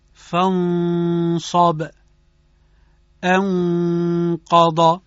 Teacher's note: یعنی اگر حرفی که نون بهش رسیده از حروف چاق باشه که قبلا خدمتون عرض کردیم، مثل حرف صاد، مثل حرف زاد که از حروف مستعلیه هستن و از حروف چاق شمرده میشن، باید فضای صوتی اخفا هم چاق باشه